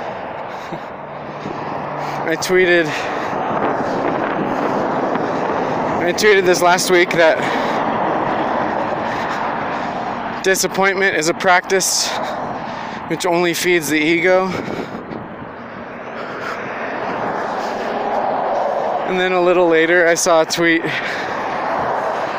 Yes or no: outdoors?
yes